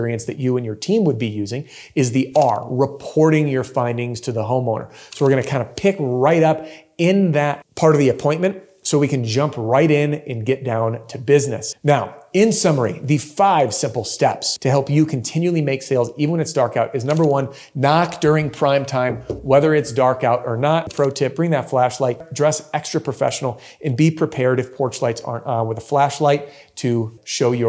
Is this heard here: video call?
no